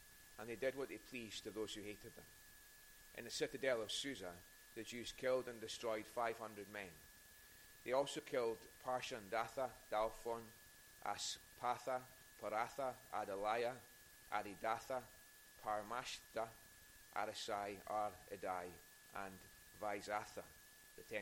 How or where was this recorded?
large echoing room